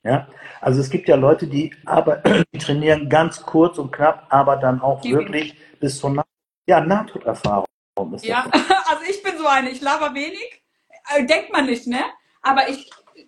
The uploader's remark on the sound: Instagram Live Talk